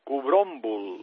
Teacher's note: aquesta fonètica també, aquesta L final, és una L epitètica